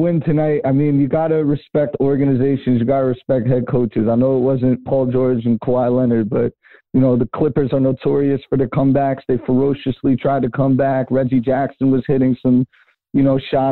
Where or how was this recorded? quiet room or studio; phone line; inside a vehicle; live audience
phone line